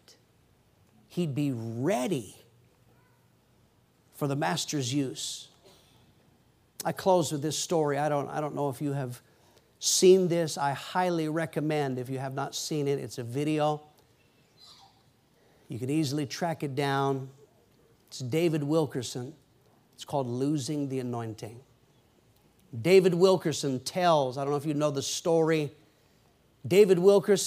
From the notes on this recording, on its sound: PREACHED IN MCMINNVILLE FRIDAY PM 2011.